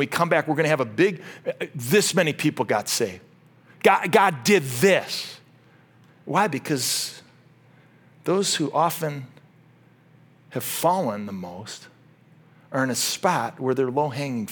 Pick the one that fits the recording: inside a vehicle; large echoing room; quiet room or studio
large echoing room